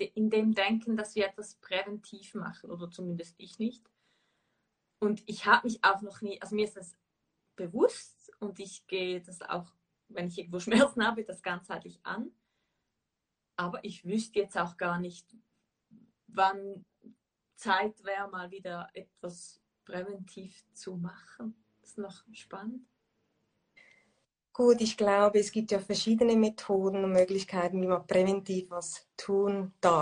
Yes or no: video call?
yes